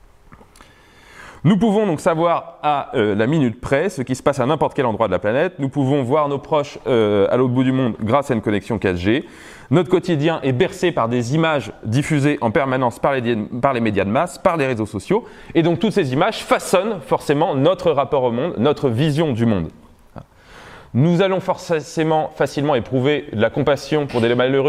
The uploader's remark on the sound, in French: Conférence introductive de l'université d'été Academia Christiana 2017 sur la reconquête.